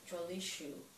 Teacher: Oh, okay, so it's just losing the visarga. It loses the visarga and the final vowel becomes long because of the repha of Ratri.